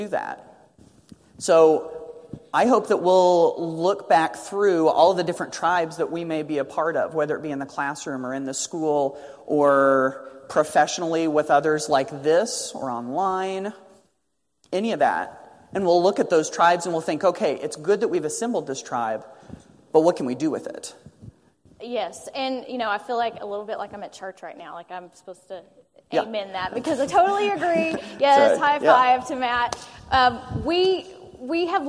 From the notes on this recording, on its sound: a joint keynote presentation they gave during the Summer of 2017